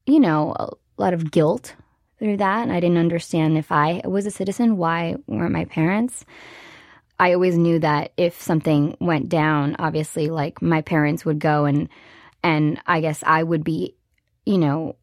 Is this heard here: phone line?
no